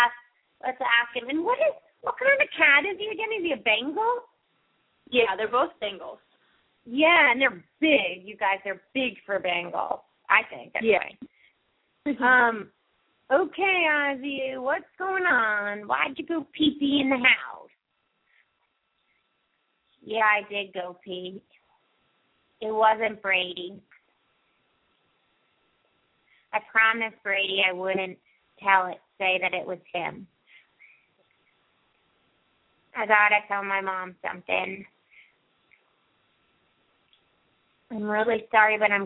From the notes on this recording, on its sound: open up the lines for listeners to call